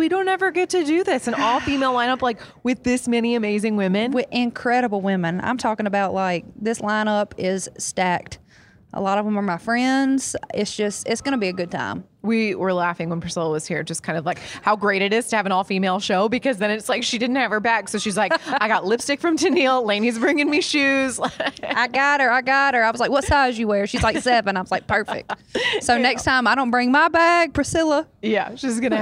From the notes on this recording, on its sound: Backstage at Audacy's Leading Ladies Live.